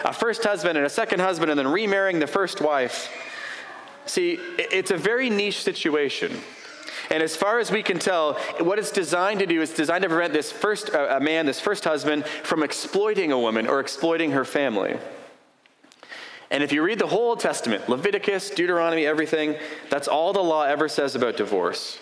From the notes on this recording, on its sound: A sermon preached on April 30, 2023